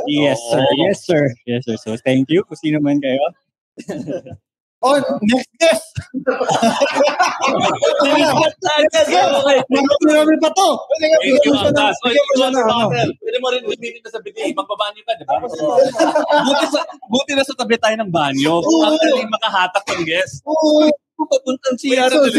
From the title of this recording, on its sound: live at De'Ja Brew